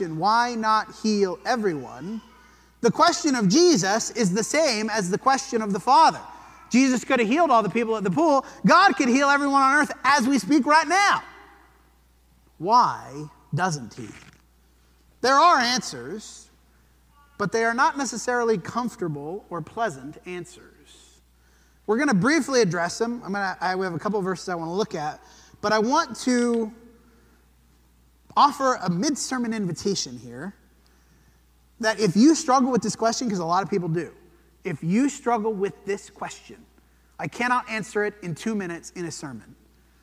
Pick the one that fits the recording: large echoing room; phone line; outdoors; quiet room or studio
large echoing room